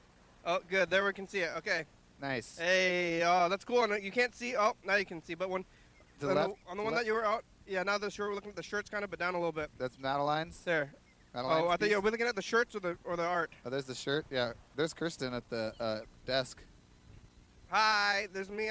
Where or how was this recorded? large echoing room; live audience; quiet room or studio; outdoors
outdoors